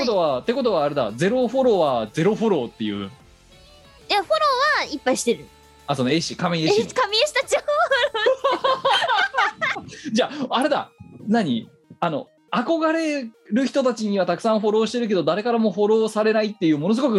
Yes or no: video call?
yes